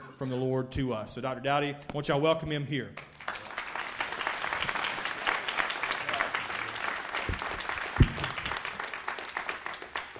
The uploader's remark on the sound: Recorded live at Shindler Drive Baptist Church.